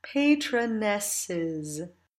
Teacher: so that patronesses has two nice, bright, front-placed open vowels at the end of it, one stressed and one unstressed · Term: open capital I